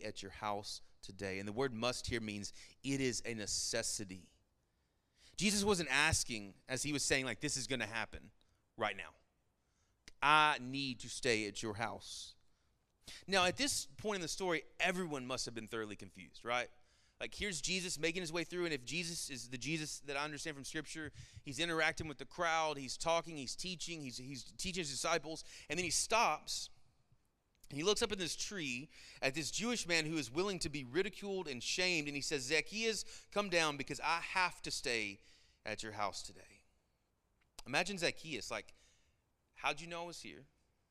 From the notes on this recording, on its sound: Sermon Audio from our Worship service